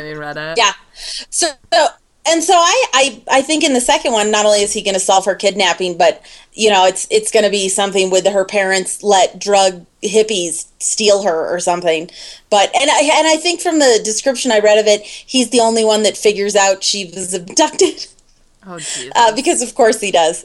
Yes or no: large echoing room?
no